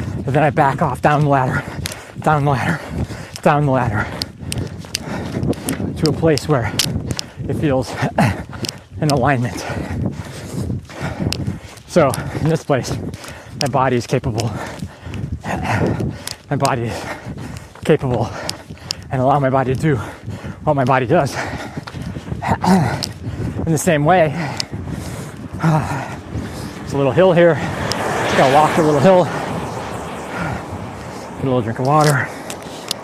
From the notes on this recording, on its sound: Recorded while on a 10K Training Run